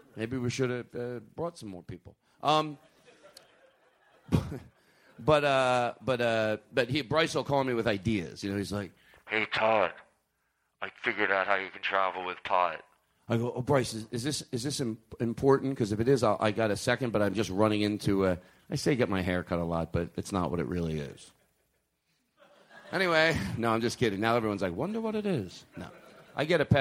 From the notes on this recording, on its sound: This episode is LIVE from The Kennedy Center in Washington, D.